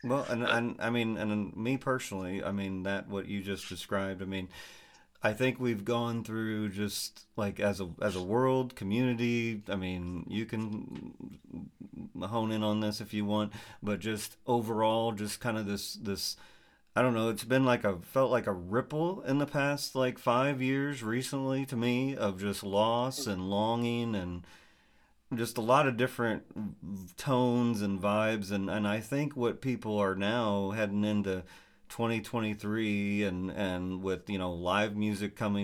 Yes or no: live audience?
no